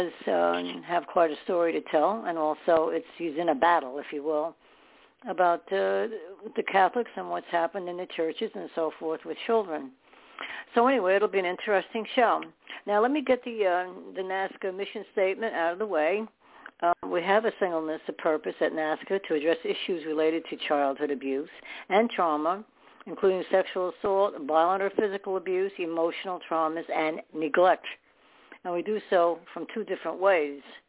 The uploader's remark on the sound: Those who call in will form a panel